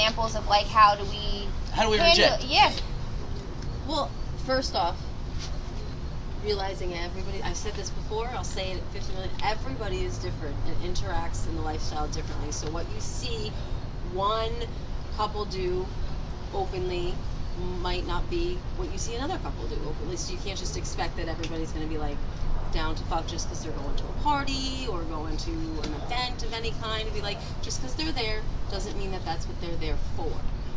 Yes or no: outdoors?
yes